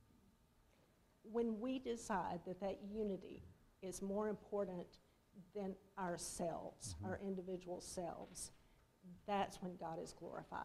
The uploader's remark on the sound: Fuquay-Varina church of Christ sermon audio